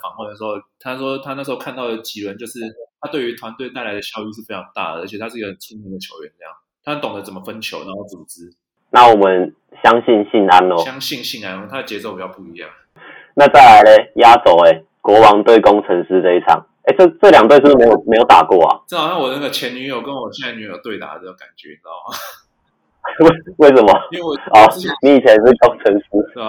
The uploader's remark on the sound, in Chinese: 本集為我們第一次錄製，錄音品質還沒有很好，請多多包涵。